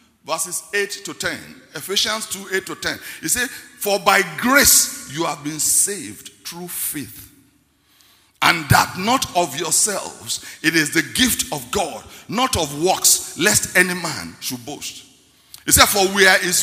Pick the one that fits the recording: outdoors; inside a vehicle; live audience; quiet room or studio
live audience